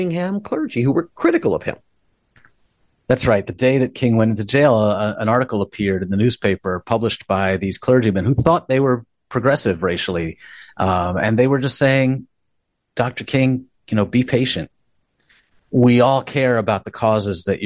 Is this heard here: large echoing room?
no